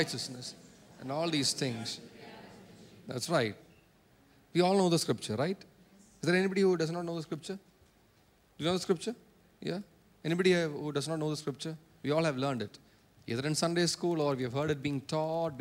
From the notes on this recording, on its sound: preached at Sunday Service on 1 October 2023 at Revelation Church.